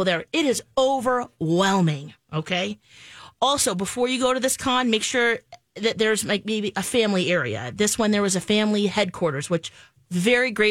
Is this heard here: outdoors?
no